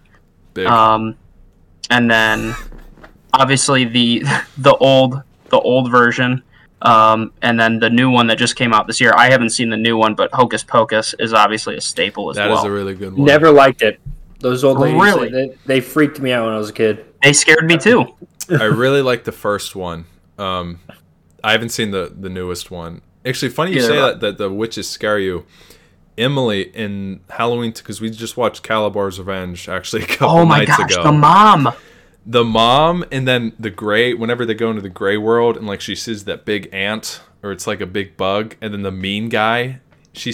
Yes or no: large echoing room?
no